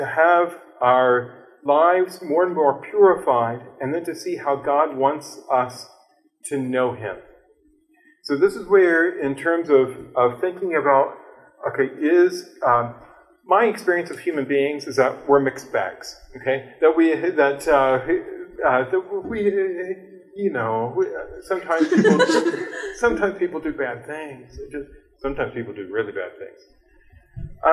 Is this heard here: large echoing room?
yes